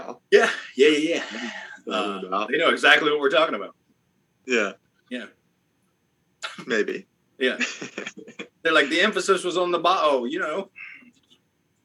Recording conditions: video call